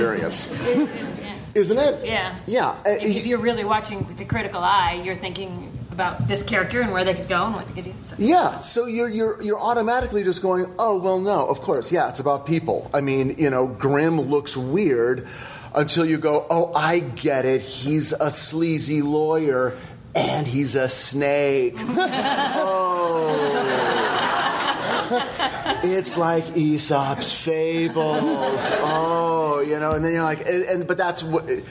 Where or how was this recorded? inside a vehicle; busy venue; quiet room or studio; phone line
busy venue